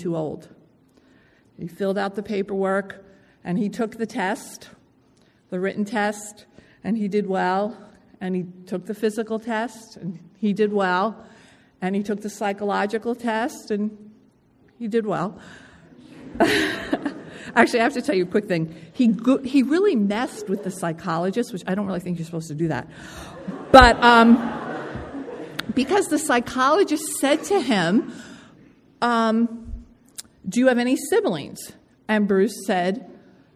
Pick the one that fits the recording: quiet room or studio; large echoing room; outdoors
large echoing room